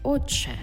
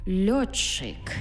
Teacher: «Ти» і «чи» і утворюється в нас подовжений звук «чи».